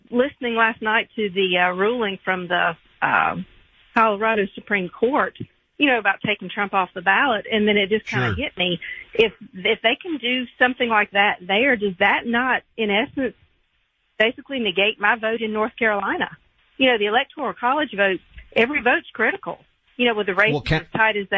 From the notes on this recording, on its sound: Your phone calls. Live from Iowa.